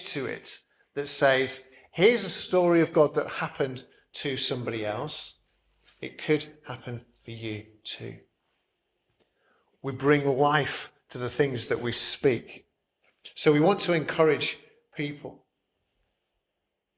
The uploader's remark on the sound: Preached at St Barnabas, Swanland on 11th June 2023